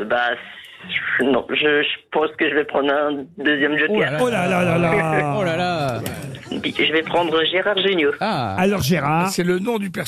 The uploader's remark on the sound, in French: le ministre de la Santé au téléphone